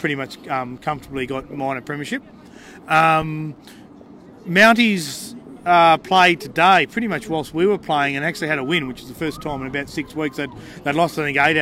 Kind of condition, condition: setting, busy venue